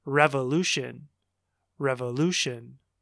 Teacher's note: Do you hear the stress? It should be on the third syllable, syllable three